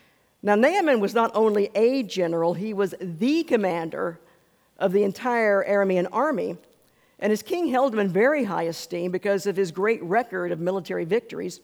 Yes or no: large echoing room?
yes